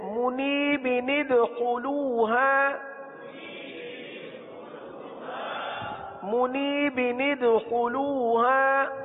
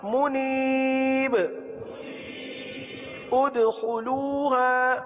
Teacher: تو وقف میں جو ہے نون قطنی نہیں پڑھا جائے گا، نون قطنی ہمیشہ وصل میں پڑھا جاتا ہے · Shown in: first take